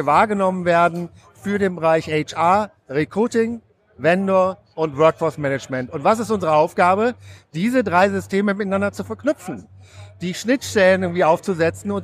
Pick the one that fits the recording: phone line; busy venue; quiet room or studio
busy venue